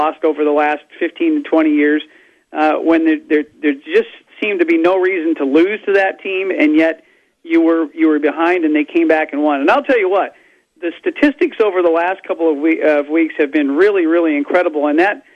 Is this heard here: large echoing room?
no